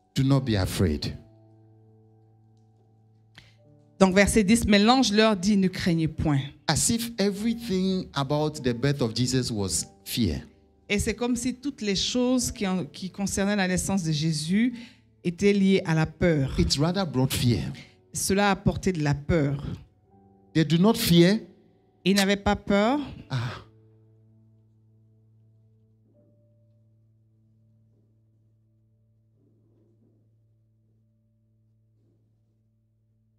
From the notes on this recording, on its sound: Preached during Joyful Hour Sunday Service.